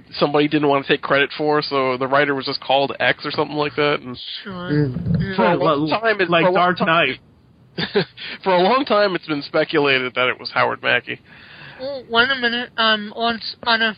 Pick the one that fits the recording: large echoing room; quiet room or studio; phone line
phone line